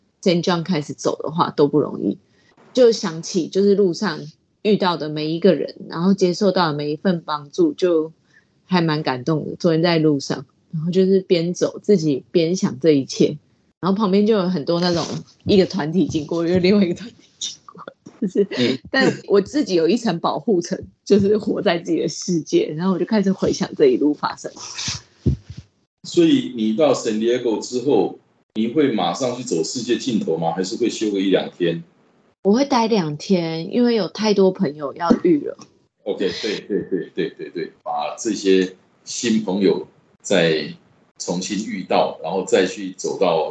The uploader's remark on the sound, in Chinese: 本集於住宿公共空間進行錄音，故會出現些許背景音，若影響收聽品質請見諒!